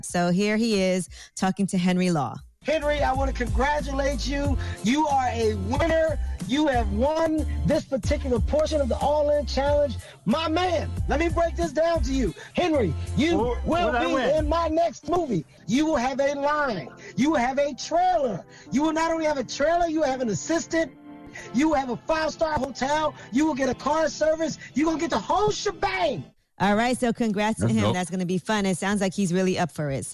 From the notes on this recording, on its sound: opened up the phone lines